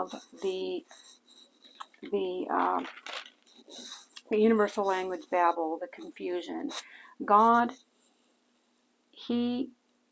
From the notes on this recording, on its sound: Warning: lots of noise on this podcast. I couldn’t help the background noise level.